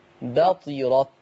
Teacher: كسر الطاء بطرت وبعدين تفخيم الطاء